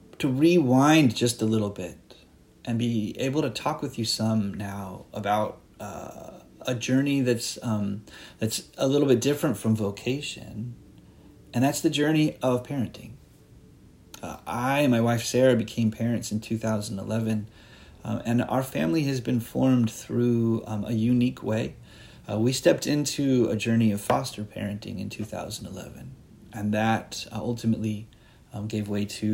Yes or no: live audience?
no